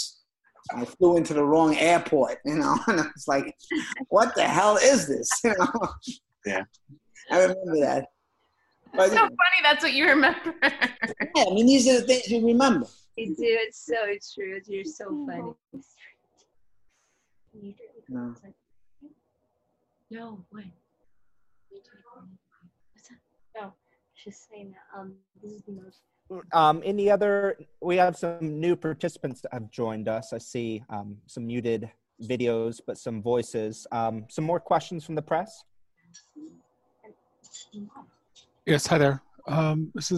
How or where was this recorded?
video call